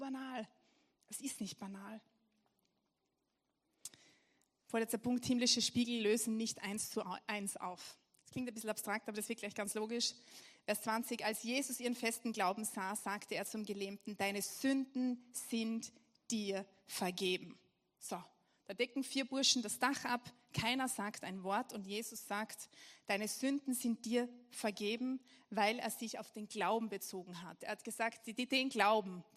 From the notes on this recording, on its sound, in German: Gottesdienst live aus der LIFE Church Wien.